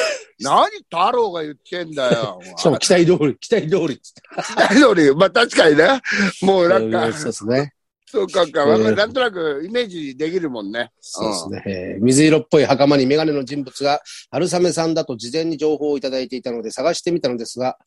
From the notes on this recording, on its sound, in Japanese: ZOOMで収録